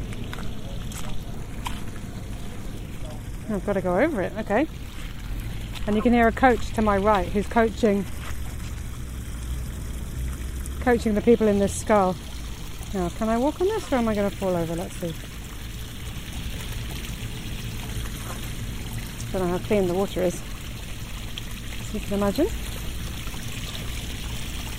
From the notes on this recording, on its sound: River Thames, Richmond. This podcast is recorded in 3D sound! Join her out and about as she captures those small, magical moments of everyday life, in sound.